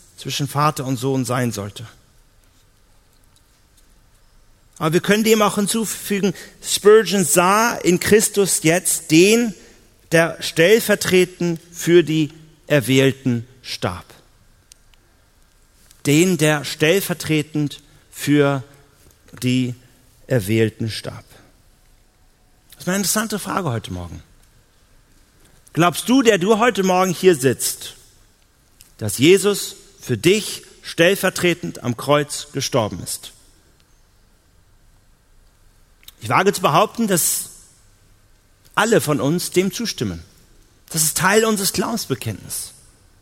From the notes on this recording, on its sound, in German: Auf der Evangelium21-Konferenz 2018 in Hamburg.